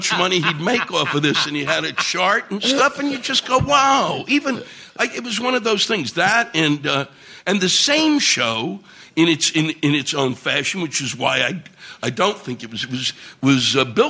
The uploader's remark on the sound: In our first live recording at New York City's Carolines comedy club.